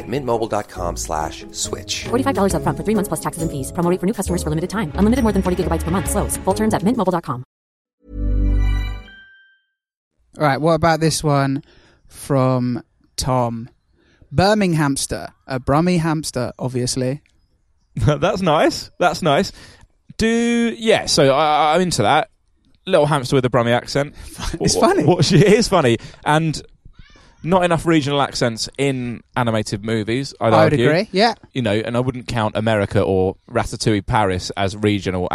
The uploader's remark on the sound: Recorded live in London to an audience of pigeons and squirrels at London's Regent Park.